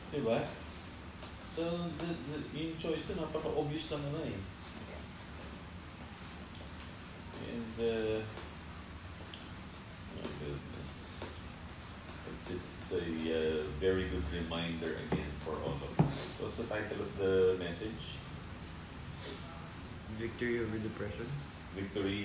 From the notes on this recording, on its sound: I apologize in advance if the audio is bad.